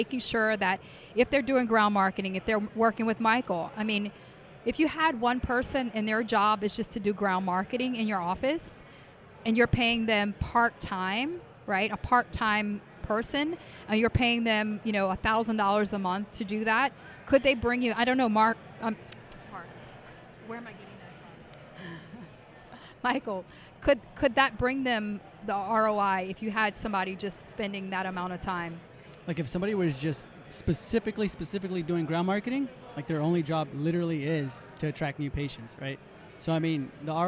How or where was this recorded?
busy venue